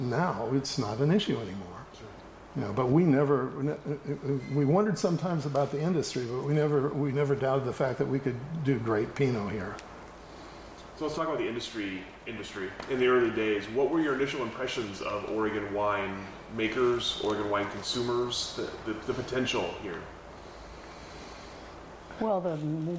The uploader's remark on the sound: This video contains a bit of static audio.